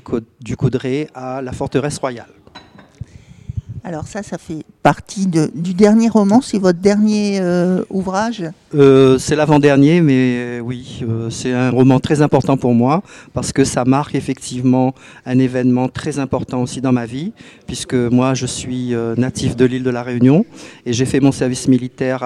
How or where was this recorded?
busy venue